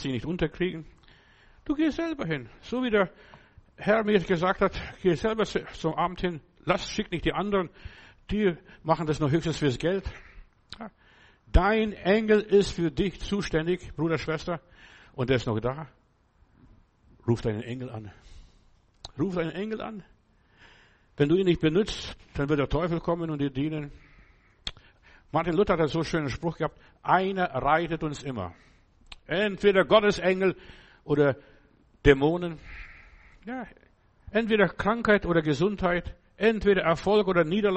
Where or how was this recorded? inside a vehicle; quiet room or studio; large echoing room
large echoing room